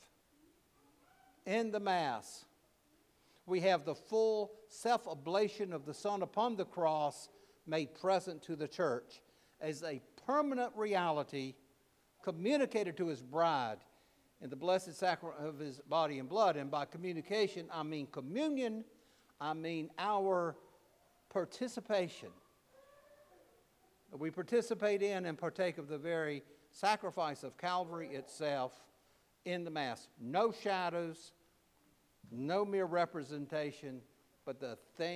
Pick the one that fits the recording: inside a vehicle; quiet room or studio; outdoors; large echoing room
large echoing room